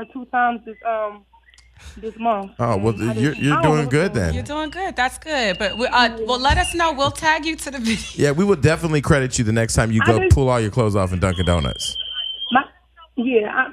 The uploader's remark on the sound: This week we get all of our Socialites involved as we take in live callers!